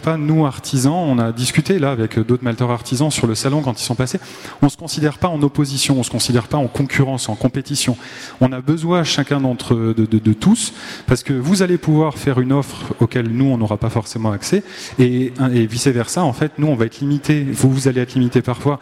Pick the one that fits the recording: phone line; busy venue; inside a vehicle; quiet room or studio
busy venue